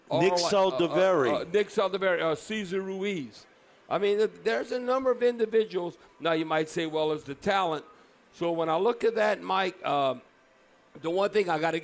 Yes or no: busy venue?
yes